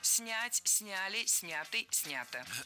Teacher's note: Я точно не соглашусь, потому что промо было не снято, а снято. Ударение в этом кратком причастии оставляем на корне, как и в большинстве глагольных форм.